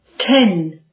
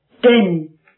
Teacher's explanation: 一对清浊对应的舌尖齿龈爆破辅音 t 和 d